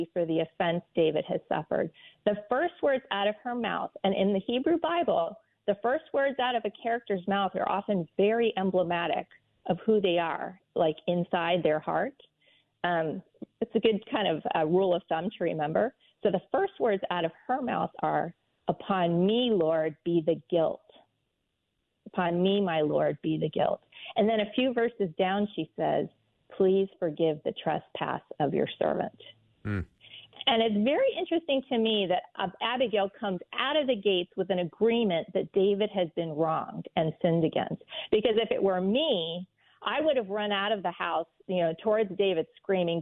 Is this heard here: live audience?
no